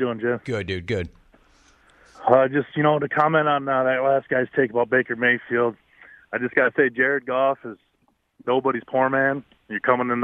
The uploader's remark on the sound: Phone Calls | More Phone Calls